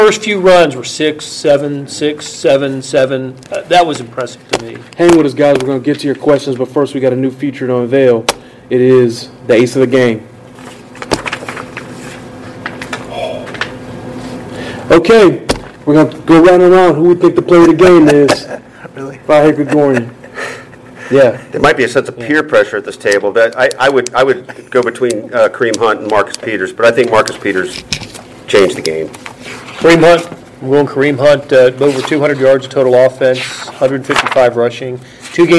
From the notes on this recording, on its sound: live from Arrowhead Stadium